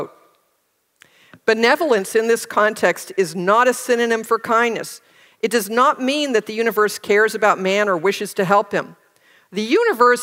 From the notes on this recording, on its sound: Recorded at OCON on Saturday, July 1, 2023, in Miami, Florida.